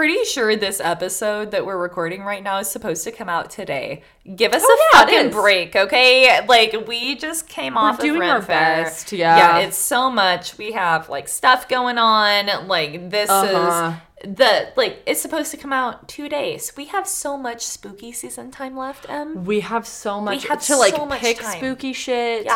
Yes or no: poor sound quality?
no